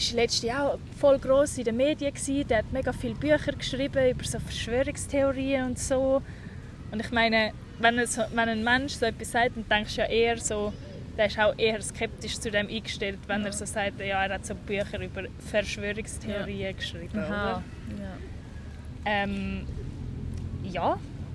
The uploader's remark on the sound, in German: Live usem Stadtpark